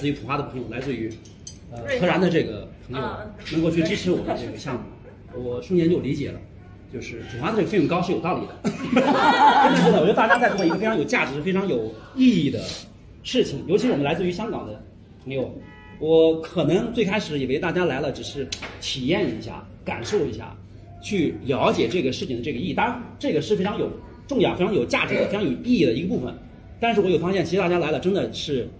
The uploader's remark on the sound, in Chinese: 宁夏银川灵武市的 白 芨 滩 毛乌 苏 沙地。在小旅馆中录制了本期内容。节目最后还有一个偷录于大家在临别晚餐中的小彩蛋。